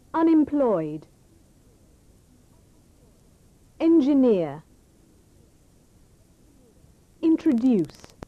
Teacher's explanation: Stress on the third syllable.